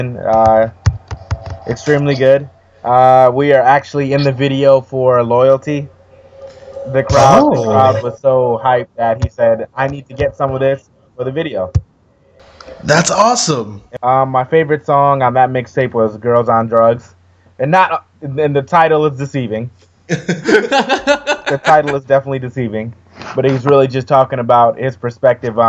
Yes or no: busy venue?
no